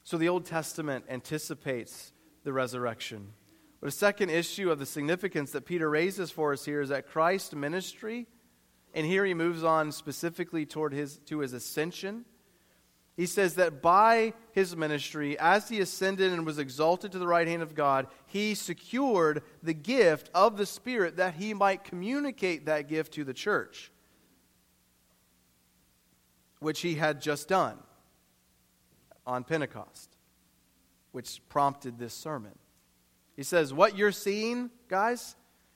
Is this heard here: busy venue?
no